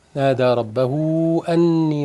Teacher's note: هاء الضمير بعدها همزة تمد مد منفصل